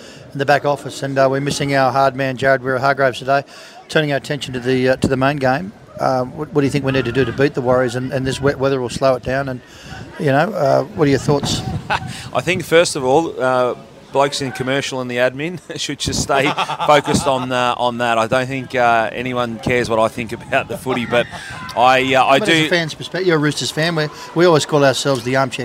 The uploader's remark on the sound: Live from Mt Smart stadium. Recording live from across the ditch.